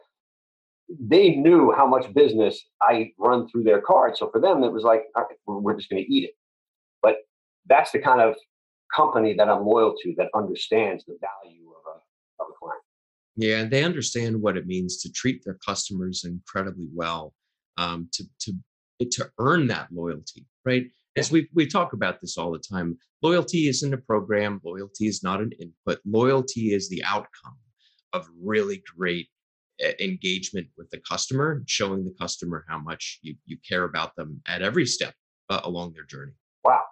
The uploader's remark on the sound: My apologies for the sound quality on this episode. For some reason instead of my studio mics audio being picked up, the audio was recorded by the internal mic on my computer.